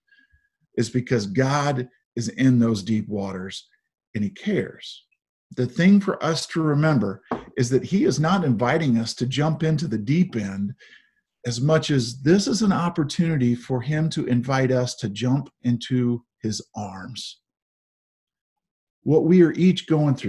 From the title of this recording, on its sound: Zoom Sunday